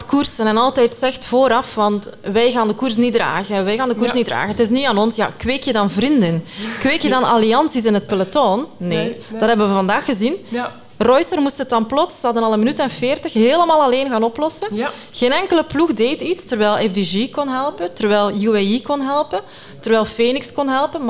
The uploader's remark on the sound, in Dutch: Live vanuit een vol Café Coureur in Borgloon!